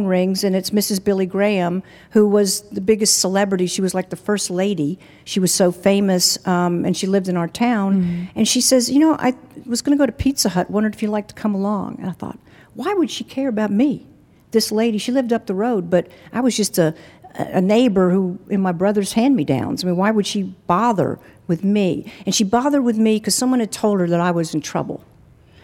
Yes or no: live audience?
yes